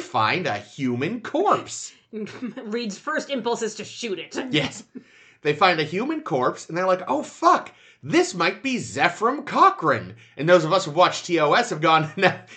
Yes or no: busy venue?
no